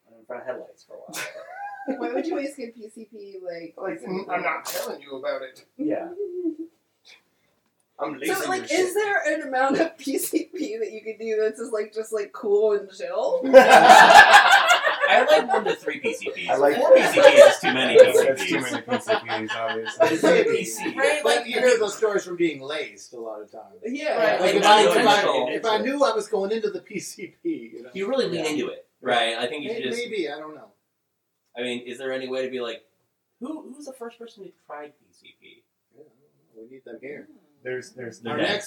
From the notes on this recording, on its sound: Maybe not the best audio that we've every done. This week we invite several friends over to watch Disco Godfather.